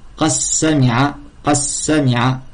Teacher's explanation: Idram mutaqaribayn, c'est idram de deux lettres ayant des makhraj, point de prononciation proches, tels que dal et sin